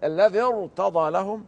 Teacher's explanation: كذلك الذي ارتضى لهم قراها سليمه، ونقول لمن يقرأ الذي ارتضى أو ارتضى لا يجوز، لأن هذا الكسر كسر عارض وليس أصلي، وما دام الراء وقعت ساكنة بعد كسر يجب ترقيقها